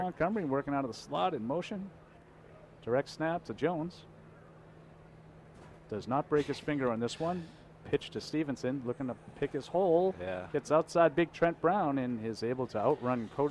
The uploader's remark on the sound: Live Show. We were live for Day 3 of Patriots Training Camp.